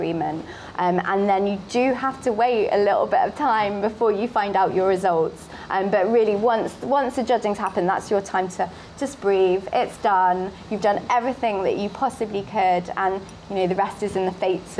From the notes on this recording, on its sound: Speaking live at the 2022 RHS Chelsea Flower Show, listeners can feel the buzz around the project itself and hear what it's like behind the scenes.